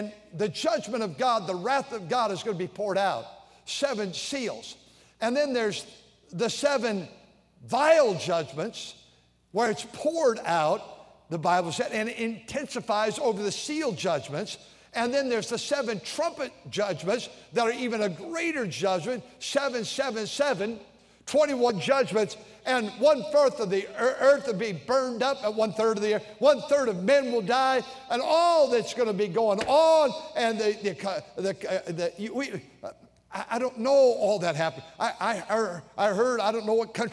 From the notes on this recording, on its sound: During the Wednesday Evening service on September 13, 2023, at North Valley Baptist Church in Santa Clara, California.